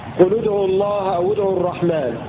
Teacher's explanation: وقرأ نافع وابن كثير وابن عامر والكسائي المسكوت عنهم بضم الساكن الأول تخلصا من التقاء الساكنين